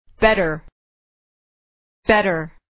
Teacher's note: در اینجا و در خیلی موارد که مخصوصا در تلفظ آمریکایی به صورت د نازک تلفظ میشه